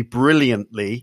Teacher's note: you put your tongue into the position to make the T sound, but you don't go for the full T sound. · Term: unaspirated